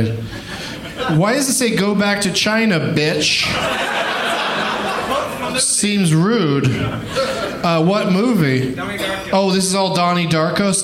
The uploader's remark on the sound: Live from Hyena's Comedy Nightclub in Dallas.